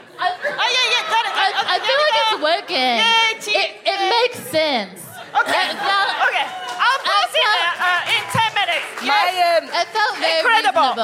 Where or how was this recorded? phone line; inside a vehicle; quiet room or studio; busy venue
busy venue